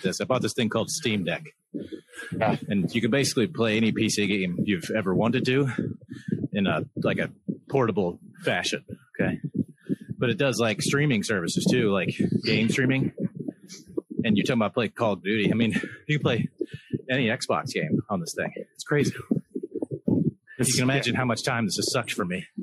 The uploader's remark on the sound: Apologies for the wind noise, we are plagued by technical difficulties as of late.